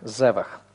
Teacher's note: из-за того, что в конце у нас хейт, гортанный, гласный второго слога становится патах